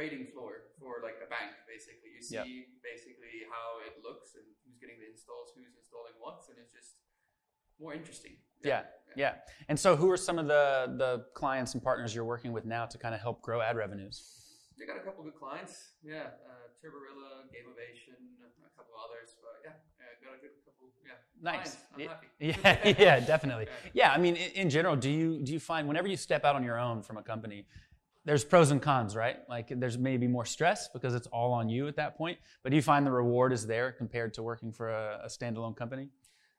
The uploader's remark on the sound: Interview recorded at Pocket Gamer Connects London 2023.